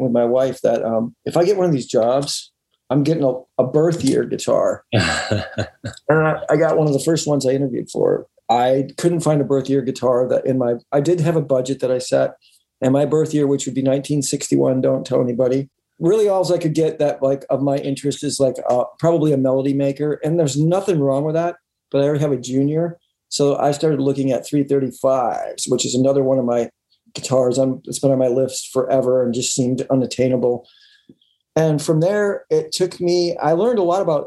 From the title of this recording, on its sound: remote ZOOM